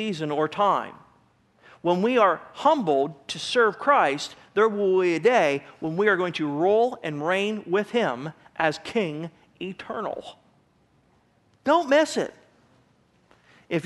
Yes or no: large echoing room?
yes